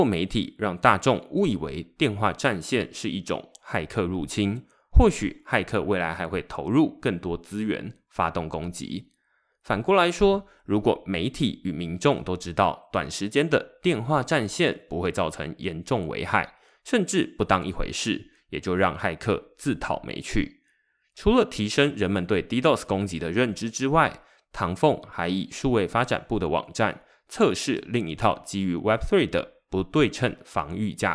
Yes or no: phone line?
no